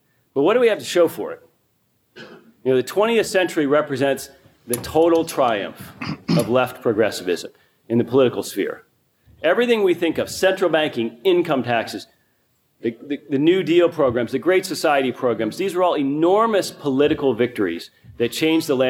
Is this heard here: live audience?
yes